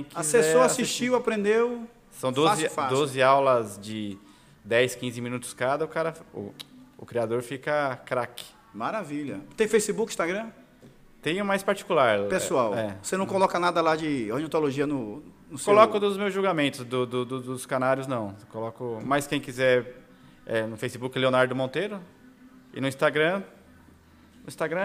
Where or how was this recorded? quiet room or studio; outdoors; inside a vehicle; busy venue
busy venue